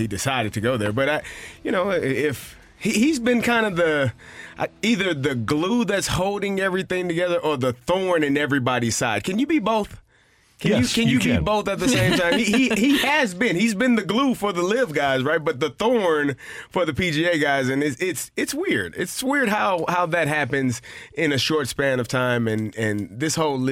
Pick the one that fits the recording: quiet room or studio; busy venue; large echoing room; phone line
phone line